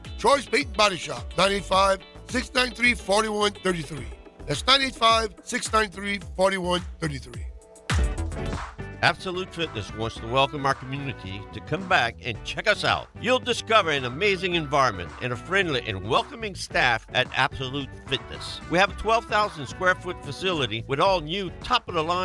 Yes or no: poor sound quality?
no